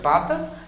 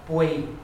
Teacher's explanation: we're sliding from broad into slender, and that's why there's a glide · Shown in: second take · We're gliding from a broad to a slender vowel, boy.